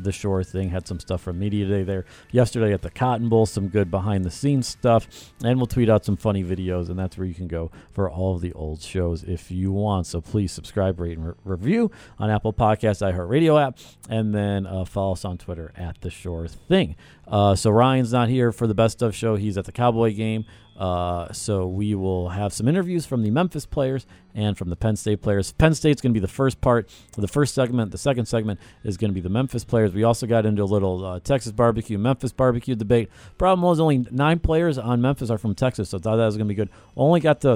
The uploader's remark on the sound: Went to Cotton Bowl Media Day and got a handful of interviews with Penn State and Memphis players.